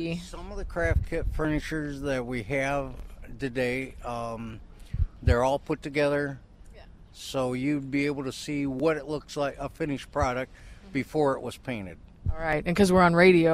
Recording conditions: wind noise